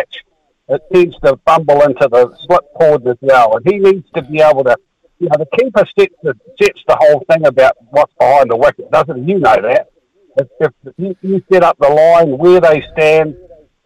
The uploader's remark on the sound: opens the phone lines